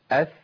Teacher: لساني ما بيخرجش بره، بصوا كده، أث ما بيخرجش الأسنان خارج الأسنان خالص، هو تحت الأسنان، تحت الثنايا العليا، لكن ما بيخرجش خارج